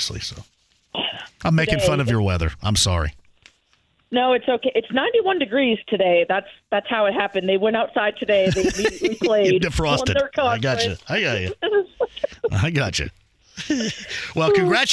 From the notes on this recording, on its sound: listener phone calls